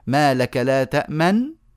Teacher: القراء أيضا أن آتي بنون قصيرة جدا ساكنة ثم أضم يعني آتي بالنون الساكنة ثم أضم الشفتين مباشرة